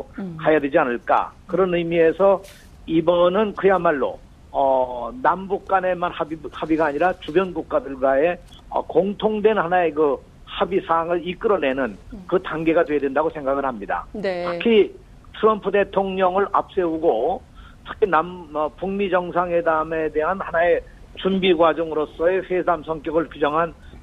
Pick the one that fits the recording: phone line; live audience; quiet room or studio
phone line